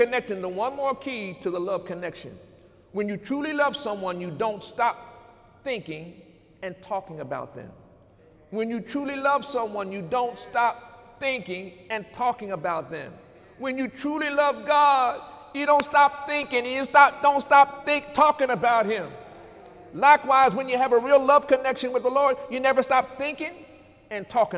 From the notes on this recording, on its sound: During Sunday morning service on December 2, 2018